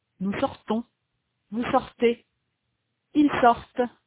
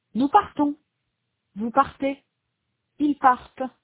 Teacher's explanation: Notez que, du point de vue de la prononciation, les trois personnes du singulier sont identiques. Et les trois personnes du pluriel ont une consonne T qui est absente des trois personnes du singulier.